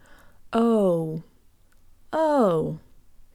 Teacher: In English, the letter O closes to an oo sound.